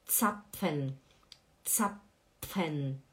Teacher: O Z no alemão, pessoal, ele faz som de tss, tss, Zapfen, Zapfen.